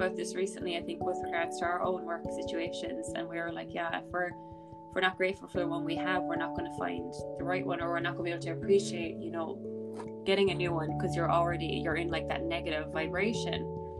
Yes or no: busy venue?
no